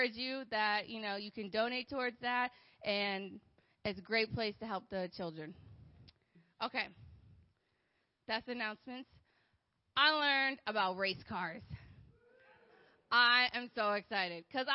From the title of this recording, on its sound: Sunday Morning Service